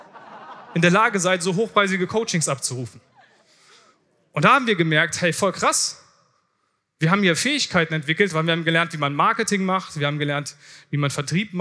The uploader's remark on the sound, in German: Vortrag von der diesjährigen Founder Summit